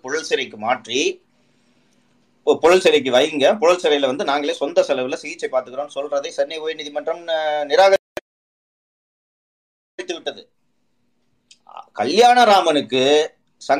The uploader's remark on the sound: Recording of Twitter Spaces Session